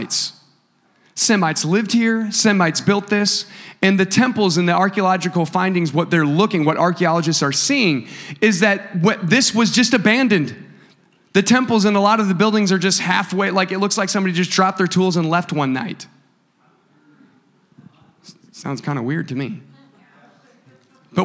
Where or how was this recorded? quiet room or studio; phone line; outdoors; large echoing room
large echoing room